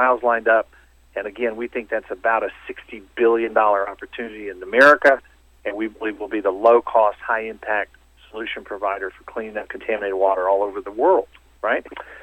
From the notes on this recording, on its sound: called in to SmallCapVoice